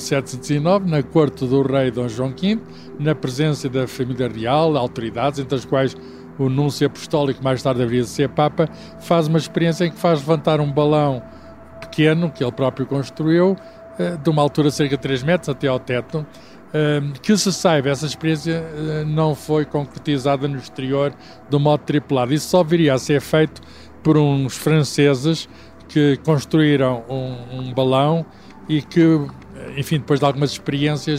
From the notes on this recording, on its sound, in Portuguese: Estamos no ar a 10 quilómetros do chão! Nada melhor que subir a bordo de um avião - e voar. O ciência pop desta semana foi gravado a 800 quilómetros de velocidade.